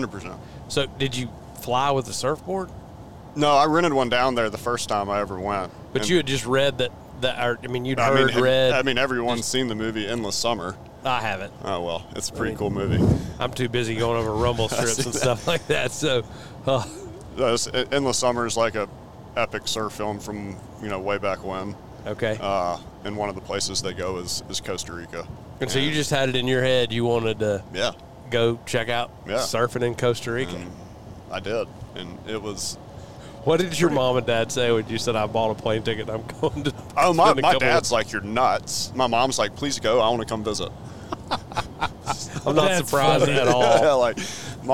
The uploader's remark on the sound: On our way back from West Point, MS, we fired up the podcast board and recorded an episode.